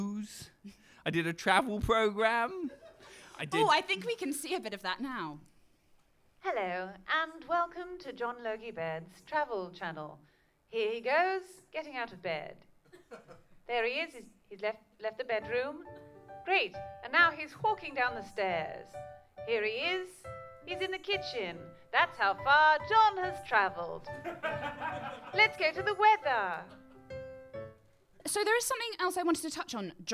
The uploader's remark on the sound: Improvised in front of a live studio audience, this show rewrites history, without a script!